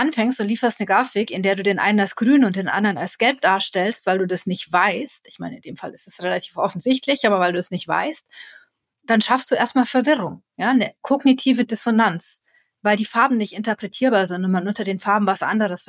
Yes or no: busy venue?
no